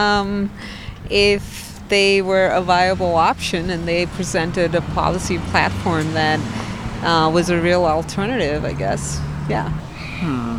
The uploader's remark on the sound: Voices in the Street hit the Streets to ask Bloomington residents when to break with the two party system.